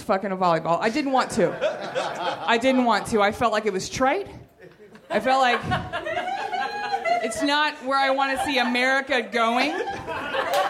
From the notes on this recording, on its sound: Recorded at Nerdmelt Theater, Oct 16 2013.